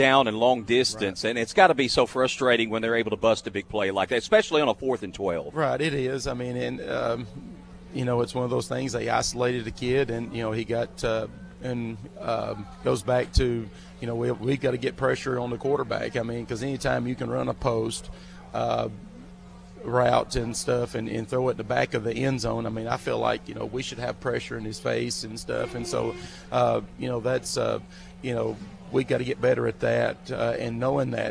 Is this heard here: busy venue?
yes